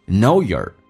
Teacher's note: your 用降调读， your 说成 ye 加个耳加 yer，这叫缩读现象